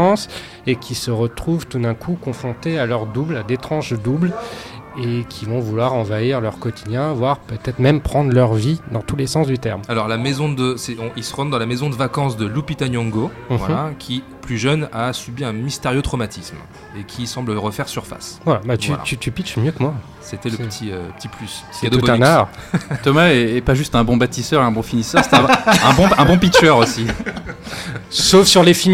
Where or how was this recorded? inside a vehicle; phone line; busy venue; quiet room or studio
busy venue